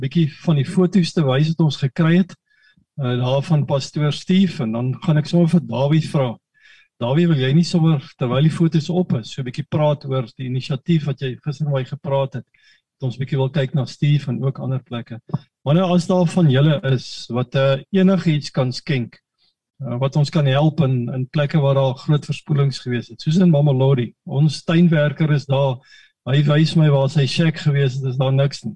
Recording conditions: video call